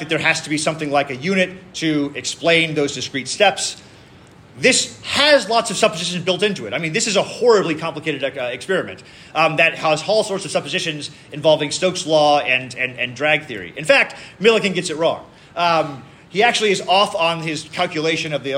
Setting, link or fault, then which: setting, live audience